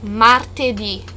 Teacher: So even in martedì, we have the accent on the end of the word.